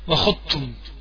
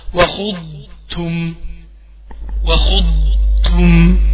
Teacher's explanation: اضغط على الضاد عشان الاستطالة بتاعتها وبعدين الرخاوة بتاعتها موجودة · Shown in: second take